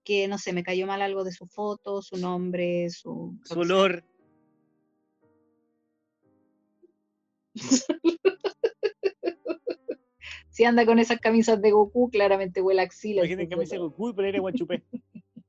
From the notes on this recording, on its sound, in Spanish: PERDÓN LA CALIDAD DE AUDIO PERO VTR ME ODIA.